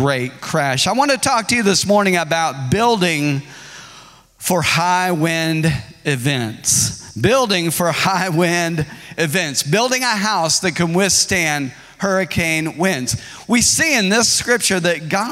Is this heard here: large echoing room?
yes